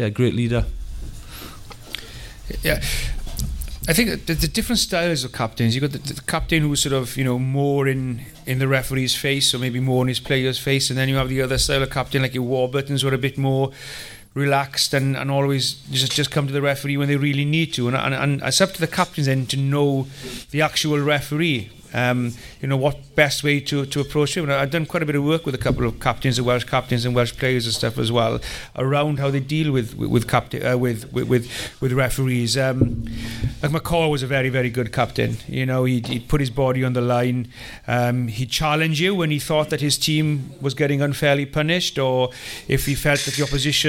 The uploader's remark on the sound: A special live episode of the Welsh Rugby Podcasts as we headed up to Cilfynydd RFC to record a bumper episode.